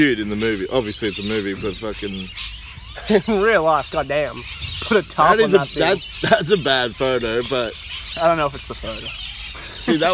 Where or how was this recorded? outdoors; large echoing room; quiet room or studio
outdoors